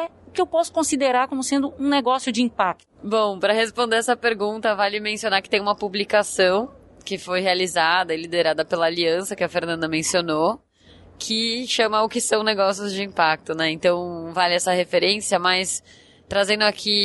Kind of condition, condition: setting, busy venue